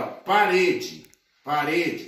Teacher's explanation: sílaba tônica re, paroxítona, Paroxítona terminada em que, em E.